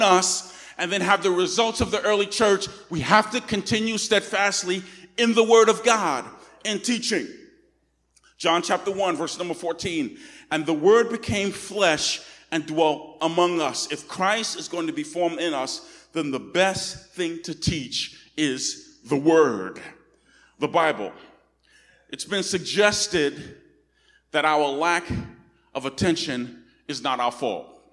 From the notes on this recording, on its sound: Recorded on 2016-08-28 at the 10:00am Service.